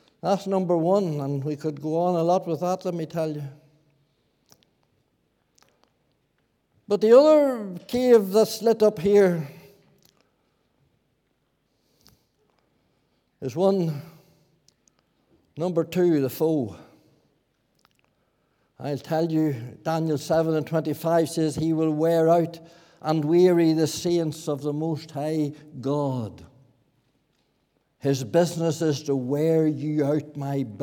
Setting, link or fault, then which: setting, large echoing room